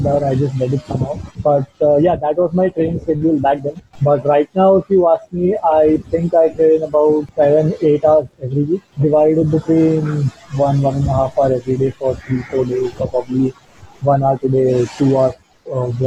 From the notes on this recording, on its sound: The audio quality of this episode, is not up to the mark.